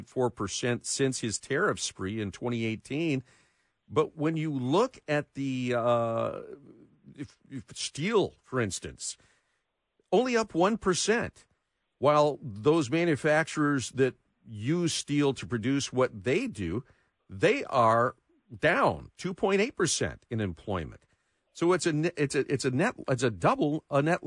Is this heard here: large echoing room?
no